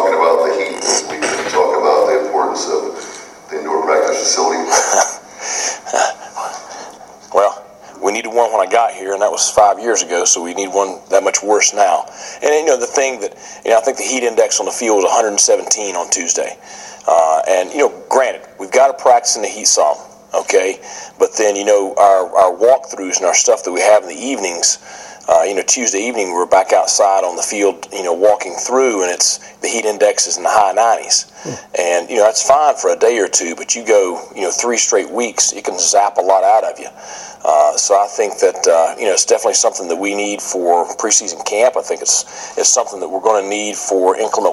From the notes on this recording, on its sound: Spoke with the news media at ECU’s Media Day. In Greenville, NC.